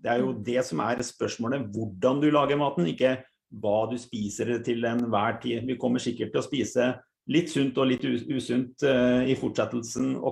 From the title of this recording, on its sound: Live Zoom